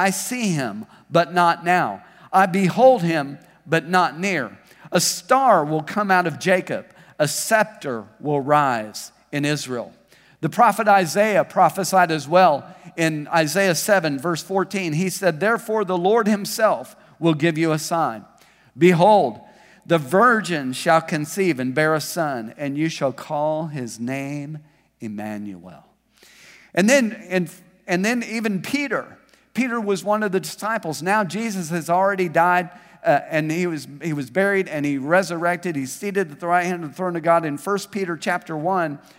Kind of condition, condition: setting, large echoing room